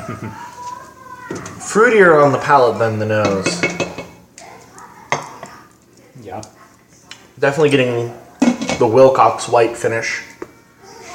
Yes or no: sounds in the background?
yes